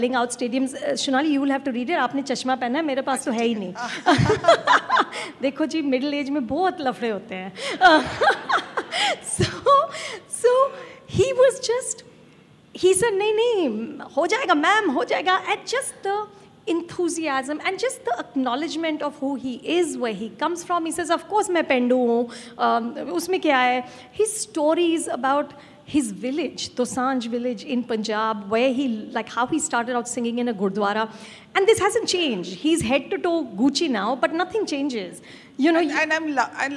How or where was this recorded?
live audience